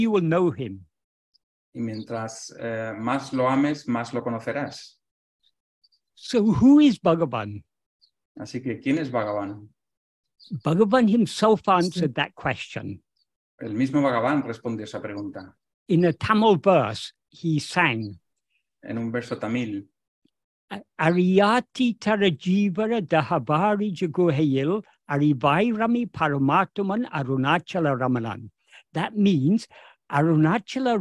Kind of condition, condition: link, video call